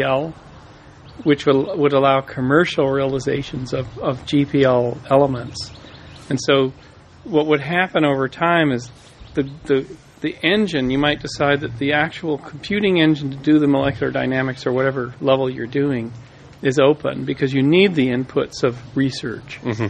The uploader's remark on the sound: Morning Chat in Boulder Creek. There is a variety of background noise through this chat but it was the nature of the outdoor recording setting.